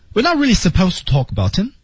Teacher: 否定词在句中容易语调进行小型的上扬 not 向上走很少向下走的